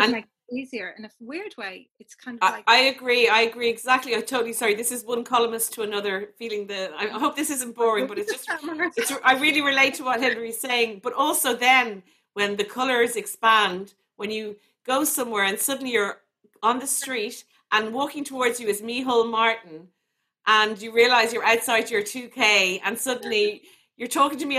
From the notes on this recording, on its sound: Happened on Zoom in front of an audience of 250.